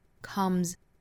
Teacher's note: 后面 come 加 s 这个 s 也是读浊音的清清浊浊的规律嘛那我们读 comes 再跟后面连读这个 z 的音很清楚了就是 comes at at 跟后面的 you 之间有两种读法可以读成 at you 也可以读成 at you 那完全看我们把这个